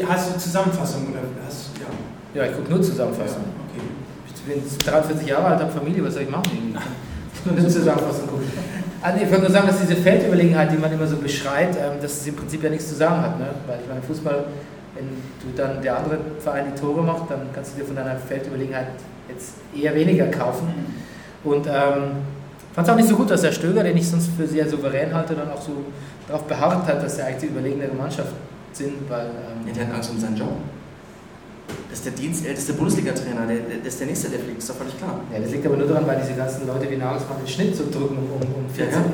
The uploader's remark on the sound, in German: Brennerpass Live aus Neukölln